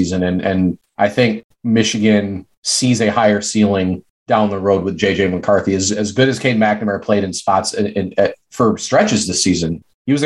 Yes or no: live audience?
no